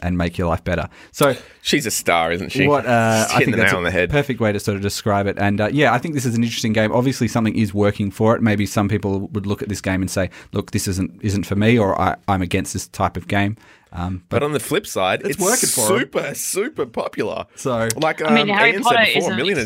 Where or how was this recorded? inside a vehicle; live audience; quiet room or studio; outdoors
quiet room or studio